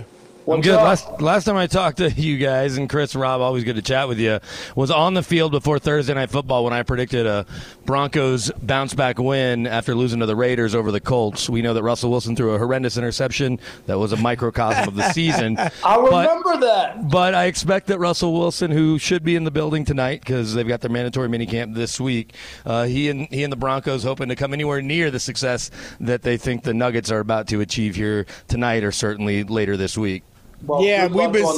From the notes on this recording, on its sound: joins the show live from Ball Arena